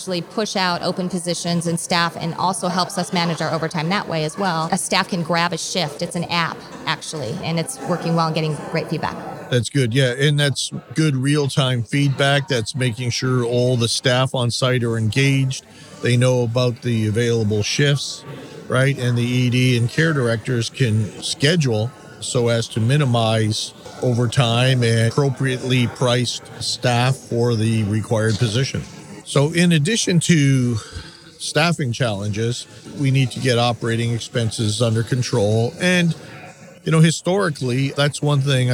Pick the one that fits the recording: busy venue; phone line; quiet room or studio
busy venue